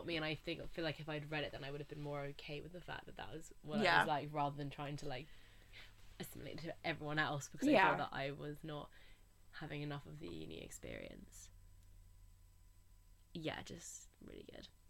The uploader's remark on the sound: It's a little bit of a party because we eat a load of sweets throughout the recording.